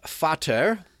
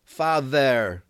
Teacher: So somehow the T of Vater got replaced with a TH of father with the extended TH sound